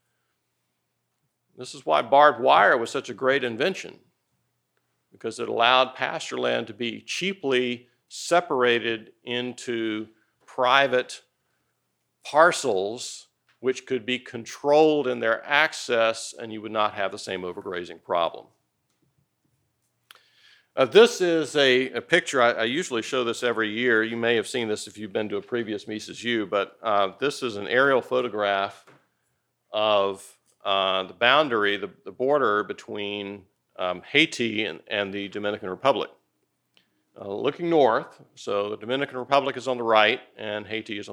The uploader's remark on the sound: Recorded at the Mises Institute in Auburn, Alabama, on July 21, 2021.